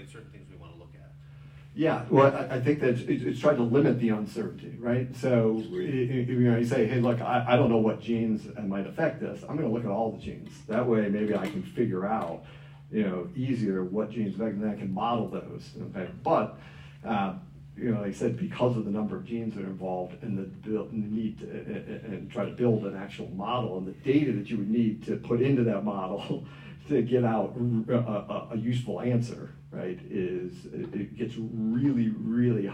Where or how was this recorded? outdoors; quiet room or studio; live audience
live audience